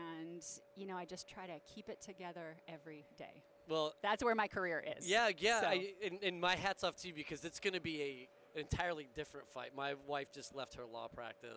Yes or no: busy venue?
yes